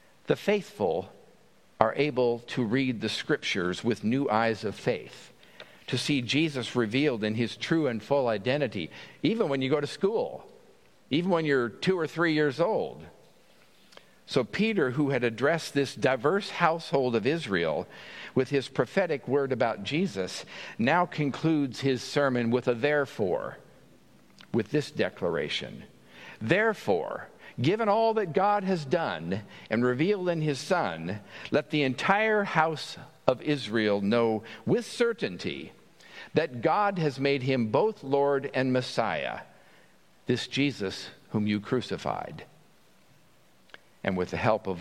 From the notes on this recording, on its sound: At Pender's Traditional Service on Sunday August 24, 2023.